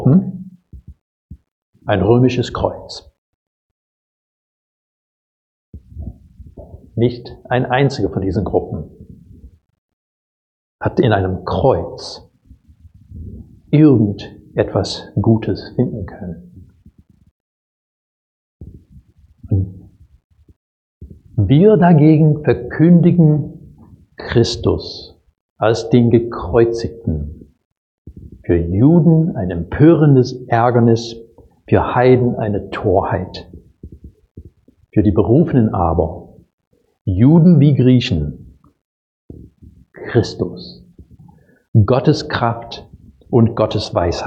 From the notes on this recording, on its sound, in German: Predigt aus dem Gottesdienst